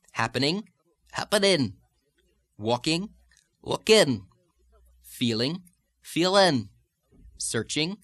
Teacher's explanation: the next of the isolated pronunciation changes is the dropping of the G on the ing endings, as we frequently do in Irish and a lot of other dialects of English.